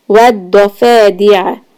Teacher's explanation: keep the dod heavy, stretch fa and make the ayn clear